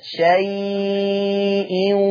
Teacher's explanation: كلمة شيء ورش هيقراها أربع حركات